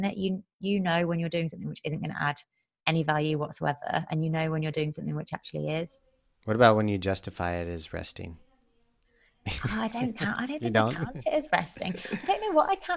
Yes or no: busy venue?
no